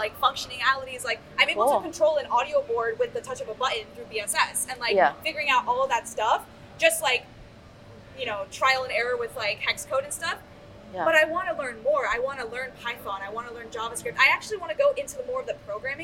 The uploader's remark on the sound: If the audio sounds a bit wonky to you, that's because we are live and in-person at InfoComm 2023!